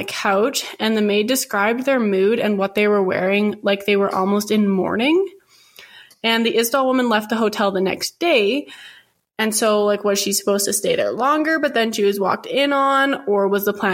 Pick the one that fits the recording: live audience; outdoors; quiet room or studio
quiet room or studio